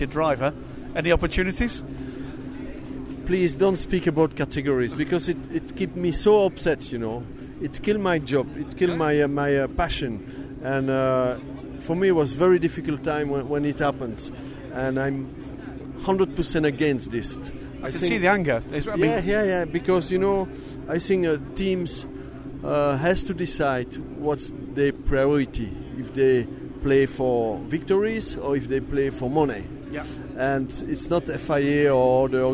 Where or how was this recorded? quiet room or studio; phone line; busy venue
busy venue